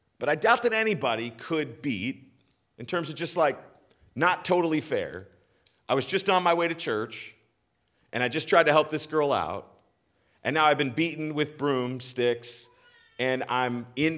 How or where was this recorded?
large echoing room